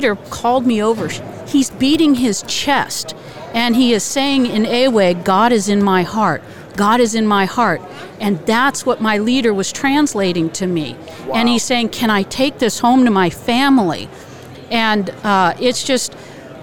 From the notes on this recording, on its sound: LIVE from NRB 2022!